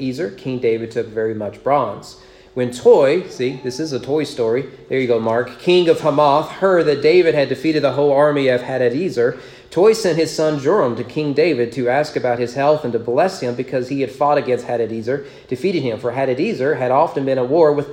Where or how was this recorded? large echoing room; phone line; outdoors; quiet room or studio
large echoing room